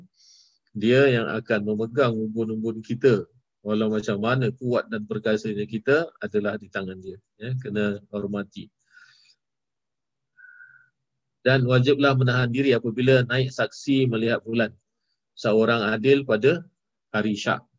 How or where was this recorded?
video call